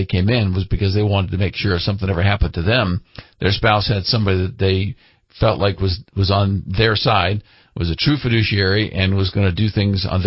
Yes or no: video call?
no